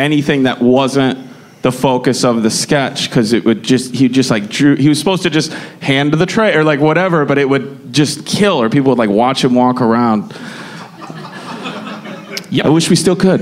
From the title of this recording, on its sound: LIVE from Chicago!